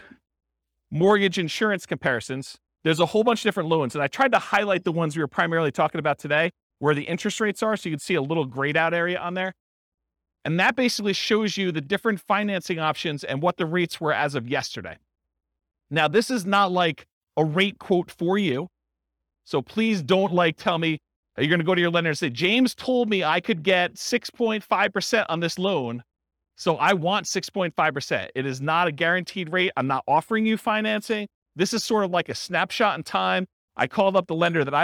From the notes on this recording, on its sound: This was a live class recorded